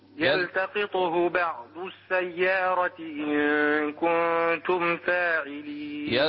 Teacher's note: انتبه إلى الطاء هنا ساكنة، قلقلها فقط لا تحركها